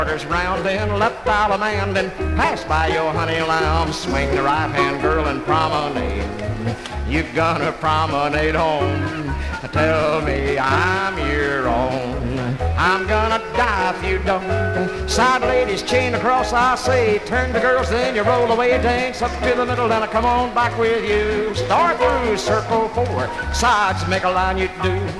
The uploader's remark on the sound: 1964 Blue Star Jubiliee in Houston, Texas. The 1964 Blue Star Jubilee Square Dance held in the Sam Houston Auditorium.